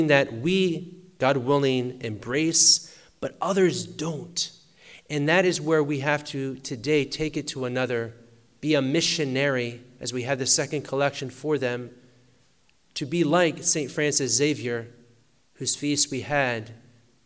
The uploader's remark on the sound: Sermon preached at Blessed Virgin Mary Church Warners, NY SSPX